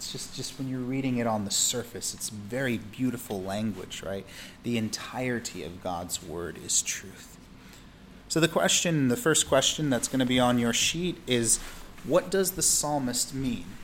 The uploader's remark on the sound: Welcome to Ontario Community Church's Podcast recording of our Wednesday Night Bible Study on: The Word Being True.